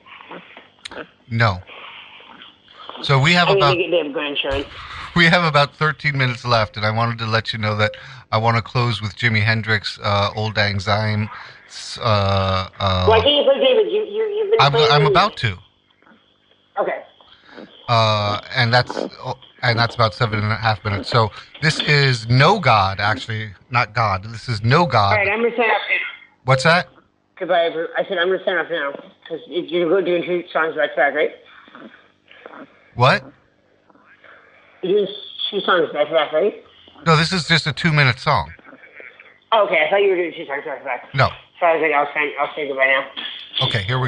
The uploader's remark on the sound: phoned in from the shelter